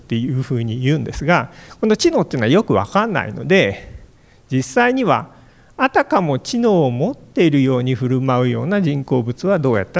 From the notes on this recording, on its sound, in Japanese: FM FESTIVAL 2017 未来授業 明日の日本人たちへ」特別公開授業